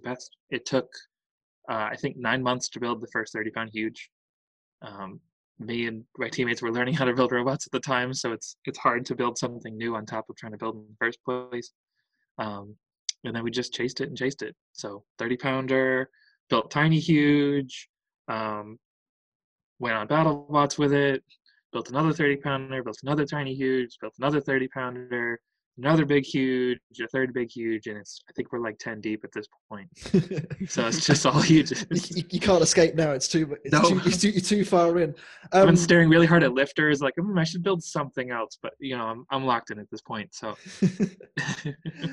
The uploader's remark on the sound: My internet connection was a little unstable in this recording, so there may be some small gaps in conversation or audio mishaps as a result. I’ve fixed what I can but I’m sure there’ll be some small hiccups.